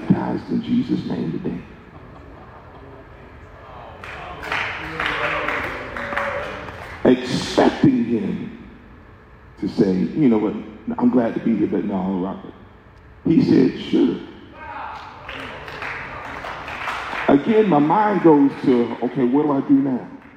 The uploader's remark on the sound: speaks during a men's breakout session at the 2023 Building the Bridge Conference in Houston, Tx.